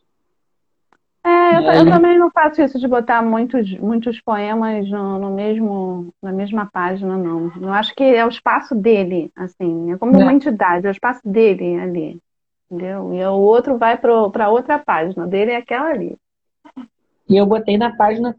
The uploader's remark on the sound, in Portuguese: Live feita em 30/05 no Instagram